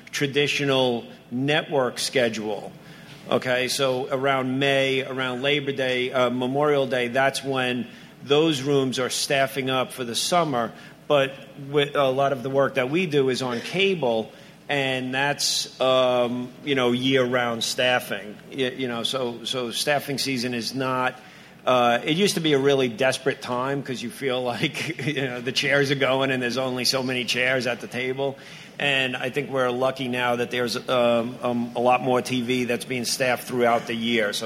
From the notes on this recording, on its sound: Recorded at WonderCon in Los Angeles on March 26, 2016.